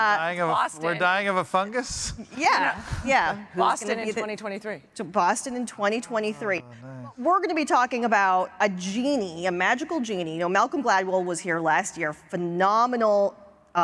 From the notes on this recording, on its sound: In the final session of our 2023 MIT Sloan Sports Analytics Conference